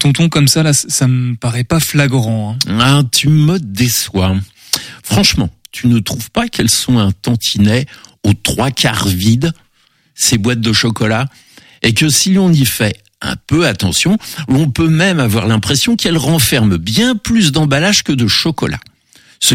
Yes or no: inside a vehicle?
no